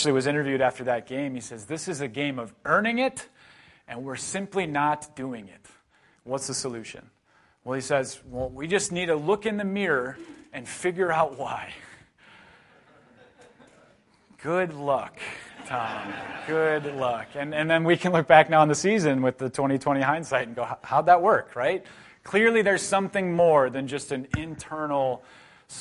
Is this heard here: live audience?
yes